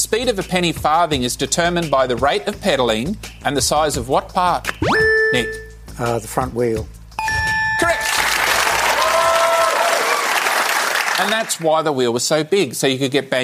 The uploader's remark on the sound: It was recorded in-front of a live studio audience in early September, 2022.